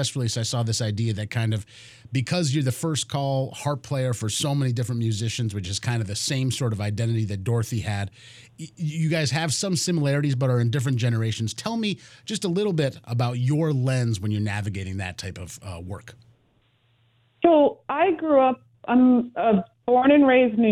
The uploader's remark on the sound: Calls into Jazz88. Hopped on the phone.